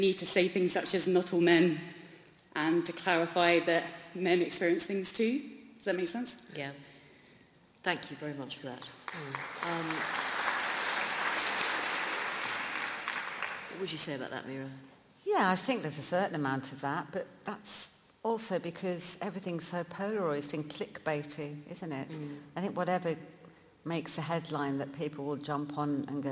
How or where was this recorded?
live audience